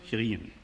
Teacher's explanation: dass die Vokale Ö und Ü meist zu E und I ohne Lippenrundung werden